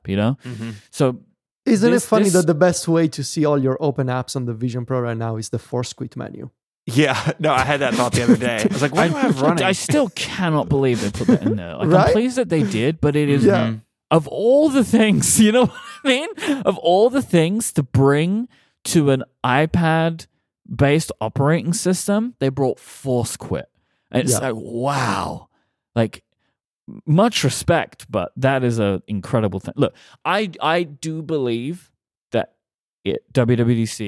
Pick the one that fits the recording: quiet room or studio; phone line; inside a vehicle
quiet room or studio